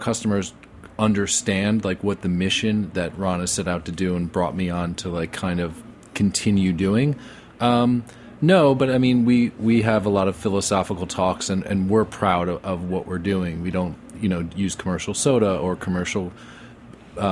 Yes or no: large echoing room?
no